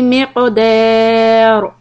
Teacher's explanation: qaf sukun qalqala, and ra will be heavy when you stop